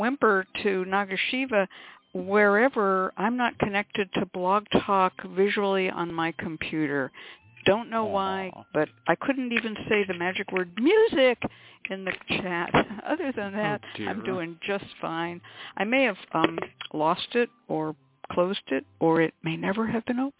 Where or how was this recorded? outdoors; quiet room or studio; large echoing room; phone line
phone line